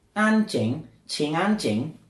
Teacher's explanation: And then you've got first tone and fourth tone for Anjing.